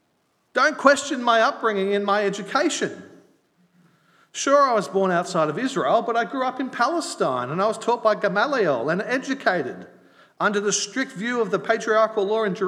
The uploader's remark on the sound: At Night Church on Sunday 10 July 2022. Grace Anglican Church.